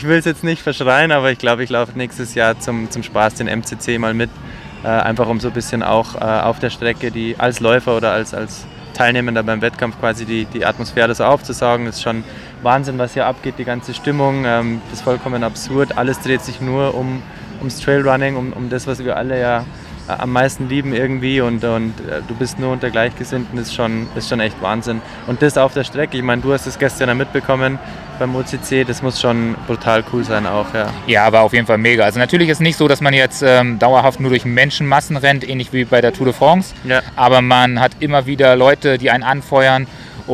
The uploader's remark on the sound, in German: Endlich ist der Tag gekommen und der UTMB steht an. Wir haben rund um das Event Stimmen aufgenommen und euch die Atmosphäre eingefangen.